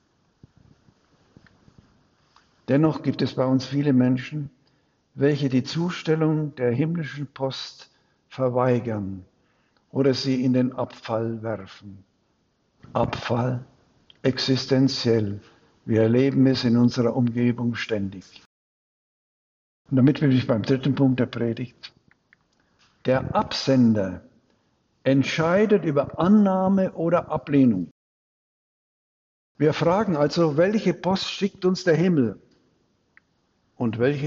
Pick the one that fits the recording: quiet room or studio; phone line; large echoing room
large echoing room